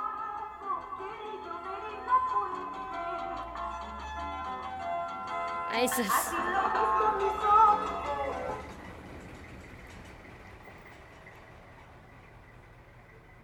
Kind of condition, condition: setting, outdoors